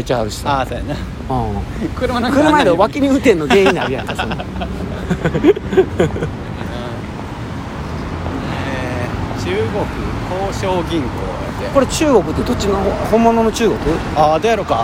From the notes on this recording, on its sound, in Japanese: 本町駅 from Radiotalk。梅田から難波方面を歩きながらラジオ。